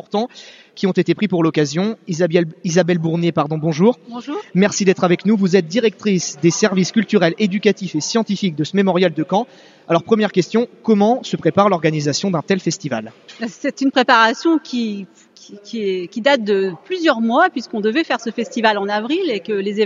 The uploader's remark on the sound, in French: Emission réalisée en direct du mémorial de Caen le 11 septembre pour les rencontres du dessin de presse